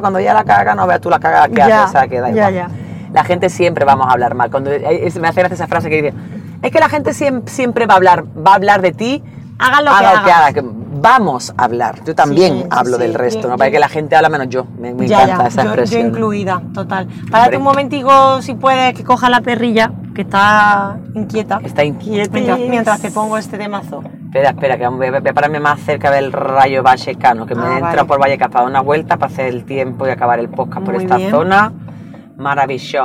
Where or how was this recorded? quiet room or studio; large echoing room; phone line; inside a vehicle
inside a vehicle